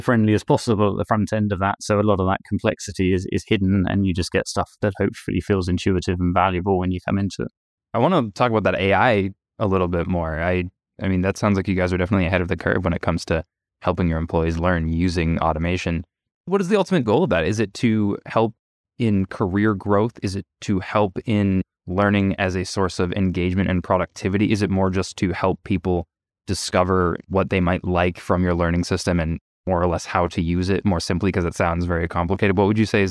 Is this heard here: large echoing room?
no